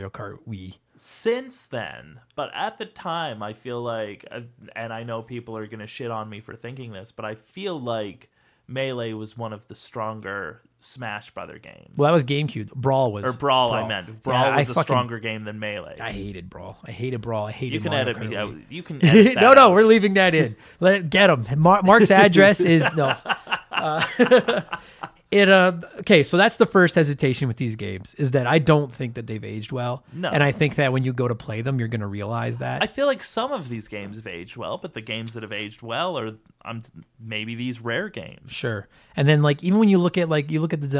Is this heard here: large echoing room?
no